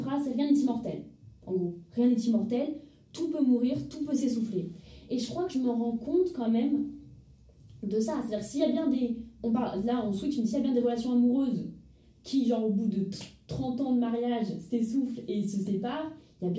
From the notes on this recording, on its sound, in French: Je m'excuse encore pour la qualité sonore de l'enregistrement qui n'est pas incroyable.